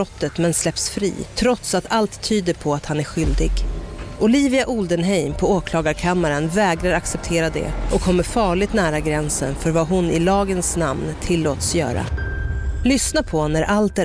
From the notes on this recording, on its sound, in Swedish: Om ni undrar varför ljudet är lite annorlunda i detta avsnitt beror det på att campingexperten poddade från bilen i sann campinganda.